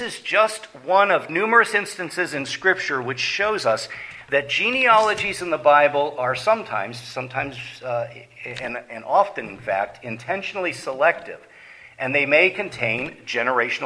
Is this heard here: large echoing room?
yes